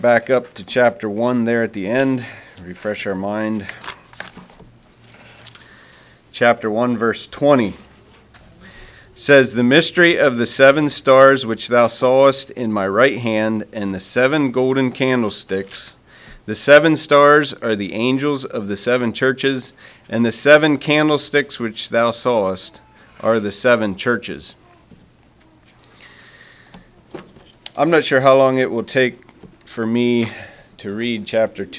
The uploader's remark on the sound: Message preached at Word Of Hope.